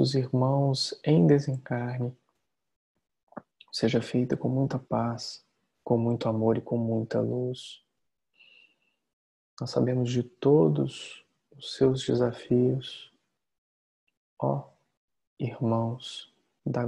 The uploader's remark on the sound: Online via Zoom